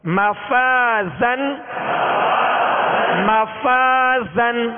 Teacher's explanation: تو پہلے والا حرف فا باریک ہے، لہذا الف کو باریک پڑھیں گے، اور آخر میں زا، زا کو سختی کی آواز، سیٹی کی آواز اس میں پیدا ہوگی